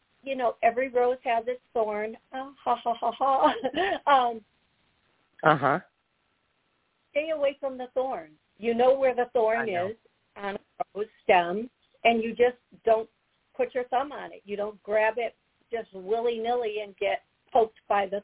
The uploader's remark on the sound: Live Call